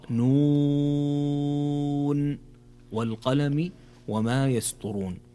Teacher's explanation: هنا مد لازم حرفي مخفف ويمد بمقدار 6 حركات